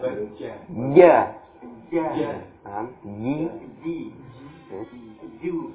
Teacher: akan terasa tengah lidah kita tuh menempel di langit-langit · Term: huruf jim